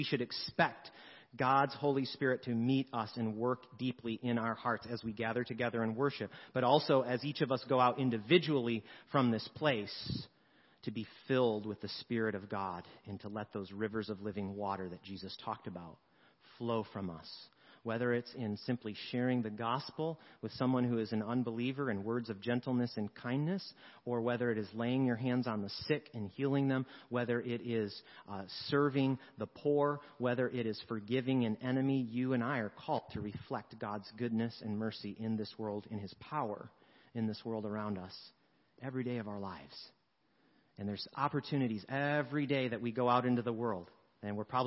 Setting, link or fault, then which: setting, large echoing room